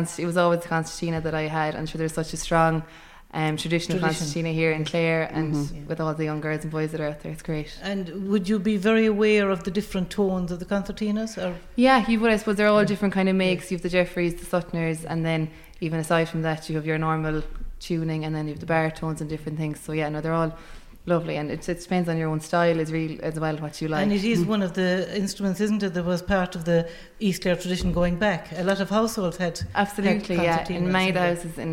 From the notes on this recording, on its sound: With a snippet of some of the music performed at the concert. Live from the Community Hall Feakle as part of the 36th Feakle trad Festival.